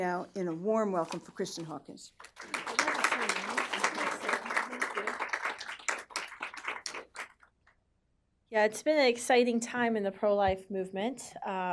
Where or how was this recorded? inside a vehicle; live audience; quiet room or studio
live audience